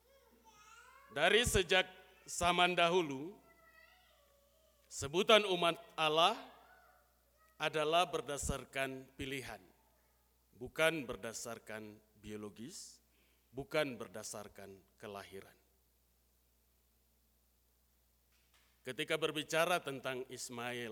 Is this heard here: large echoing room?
yes